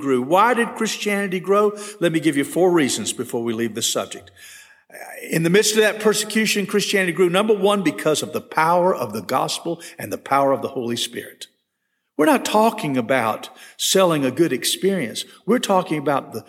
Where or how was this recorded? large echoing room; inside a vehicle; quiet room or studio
large echoing room